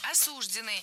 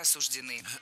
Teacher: Правильный вариант – осуждены. Ударение в этом слове ставим на окончание. · Shown in: second take